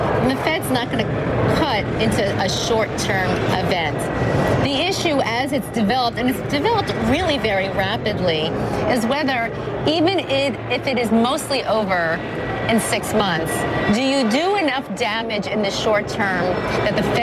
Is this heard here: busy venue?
yes